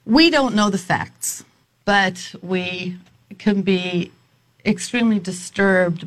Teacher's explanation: She's very breathy in her answer.